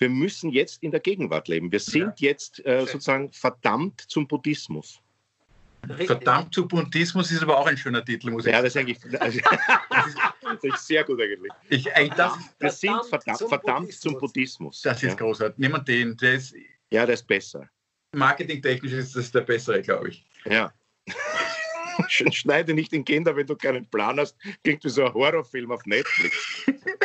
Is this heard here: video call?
yes